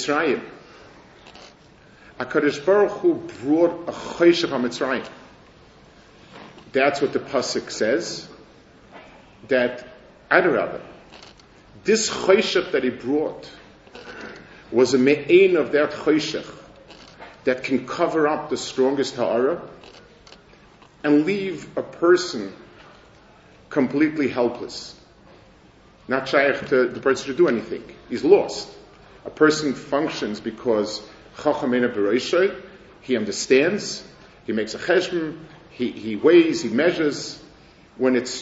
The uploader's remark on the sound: Delivered at the Mir Yerushalayim